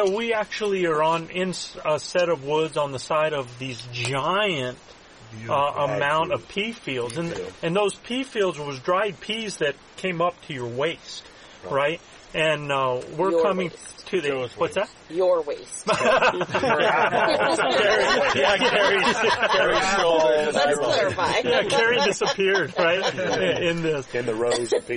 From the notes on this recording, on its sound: It’s a live podcast from elk hunting camp in Alberta Canada.